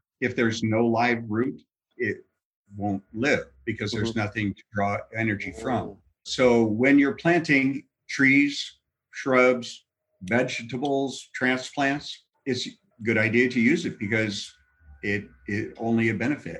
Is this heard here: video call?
yes